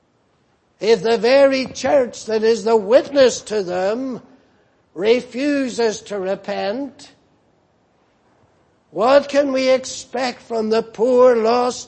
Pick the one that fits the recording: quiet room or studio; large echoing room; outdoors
large echoing room